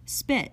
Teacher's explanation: Most likely, you won't feel any puff of air in saying this word.